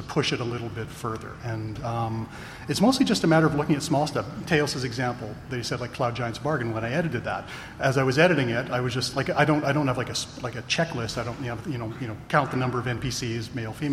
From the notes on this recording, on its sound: a panel from PAX West